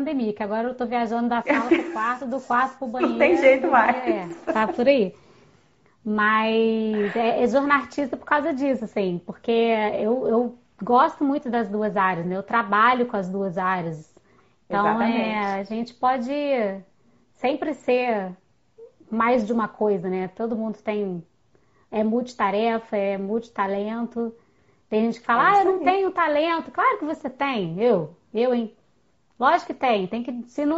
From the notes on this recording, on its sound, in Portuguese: no formato de live no instagram no dia 24 de setembro de 2020